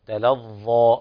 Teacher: هذه الظاء لابد من تفخيمها ولو رققت لصارت ذالا